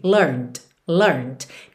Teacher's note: você tá com a língua no céu da boca por conta do N, e você já finaliza com o D